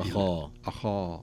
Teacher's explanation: أي نعم، يعني في هذه الكلمة أخاه، لو ننظر إلى الهمزة مرققة ثم تأتي الخاء بعدها مفخمة، هذا من حروف الاستعلاء، وخاصة أنه مفتوح وهو من أعلى درجات التفخيم، ثم يأتي بعده الألف، الألف التي بعده أخا تتأثر بما قبلها فتفخم الألف